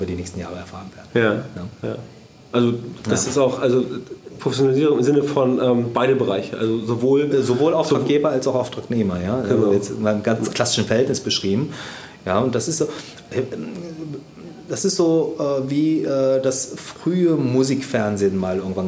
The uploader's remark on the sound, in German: Beim OMR Festival in Hamburg